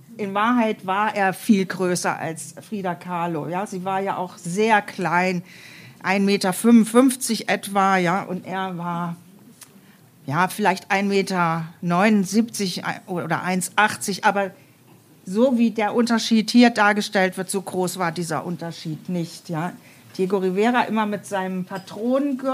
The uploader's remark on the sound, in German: Mitschnitt einer Kooperationsveranstaltung des Soroptimist International Club Weimar und der Literarischen Gesellschaft Thüringen. In der LiteraturEtage.